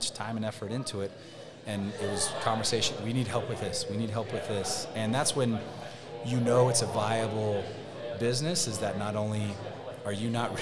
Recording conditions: busy venue